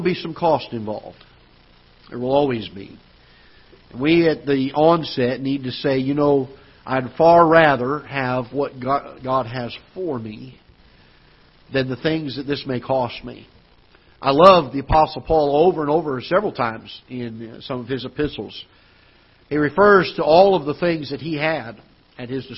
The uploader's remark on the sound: Ketha Heights Baptist Church ~ Live Broadcast.